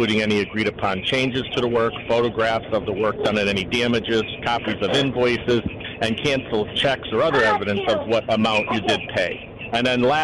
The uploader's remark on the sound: call into "The … Show"